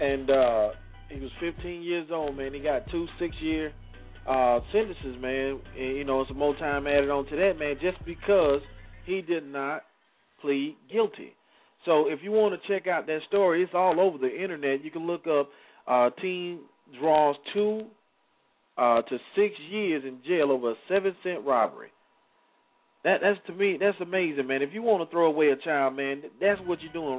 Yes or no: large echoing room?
no